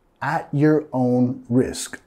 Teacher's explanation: Nota acá que no vamos a pronunciar la T completa.